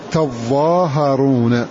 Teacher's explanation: إذن ابن عامر فتح التاء والضاء مع تشديدها وإثبات ألف بعدها وبفتح الهاء وتخفيفها إذن تظاهرون. فتح التاء وشدد الضاء وخفف الهاء ومدها ومد الضاء